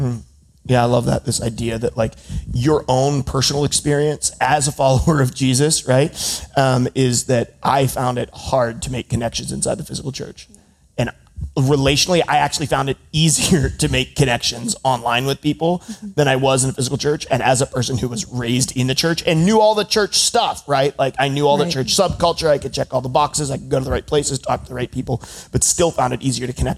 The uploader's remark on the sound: live from the first ever Nerd Culture Ministry Summit.